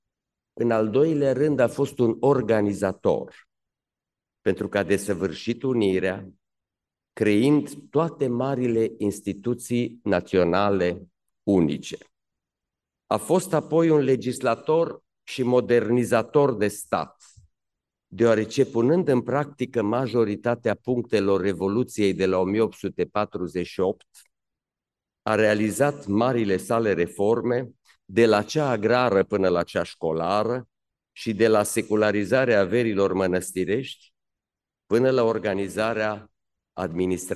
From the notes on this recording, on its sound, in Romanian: Înregistrare din Aula Academiei Române.